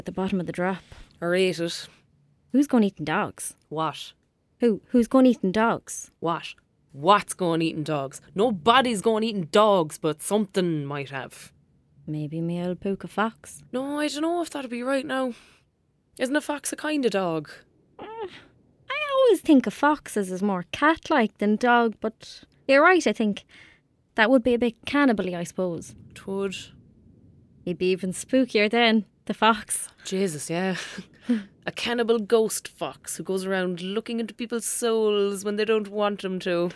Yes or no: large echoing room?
no